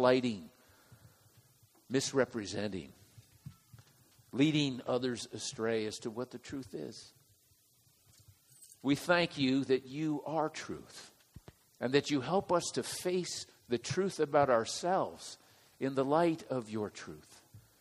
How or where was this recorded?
large echoing room